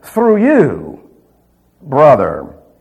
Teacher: Now, I dropped my voice off at the end there.